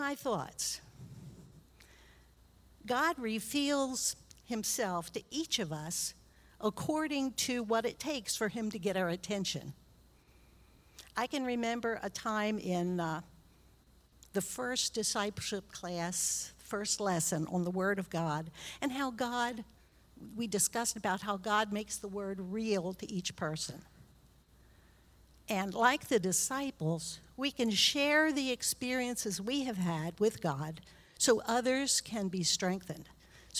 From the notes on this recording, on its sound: recorded live on September 18th, 2022 at Newark United Pentecostal Church